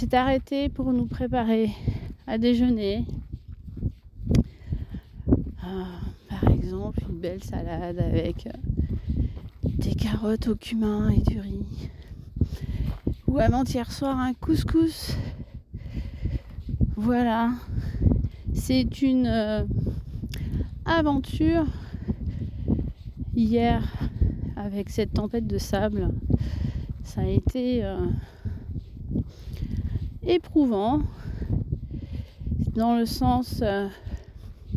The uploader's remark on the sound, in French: Compilation des audios enregistrés lors du trek d'octobre 2023 dans le désert de Zagora